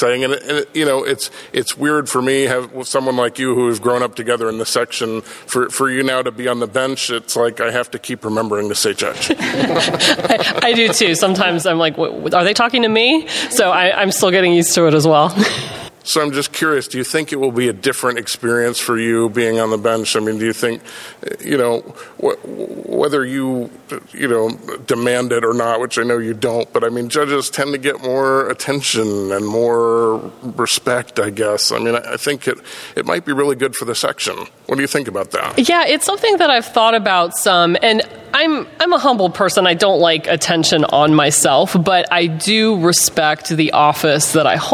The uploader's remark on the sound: This is a LIVE recording following the first in-person Exective Council Meeting in over two years---from the 2022 Florida Bar Convention. Audio quality is alwasy difficult for a live show in an uncontrolled environment.